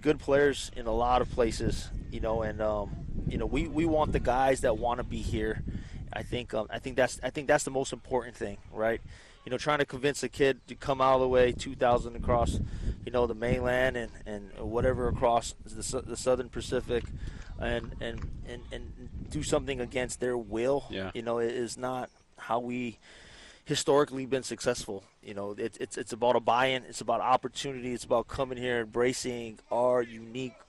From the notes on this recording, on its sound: ESPN Honolulu. Live on location at the UH Football Fall practice.